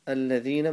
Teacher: make sure you say with a dhal, not a za, not allazina, okay? Alladhina.